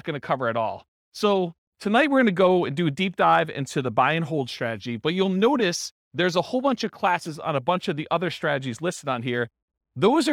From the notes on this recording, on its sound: This was a live class recorded.